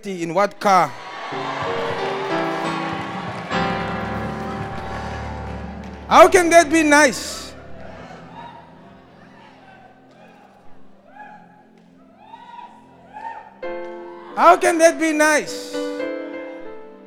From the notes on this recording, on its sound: Preached at the Loyalty and Disloyalty conference 2023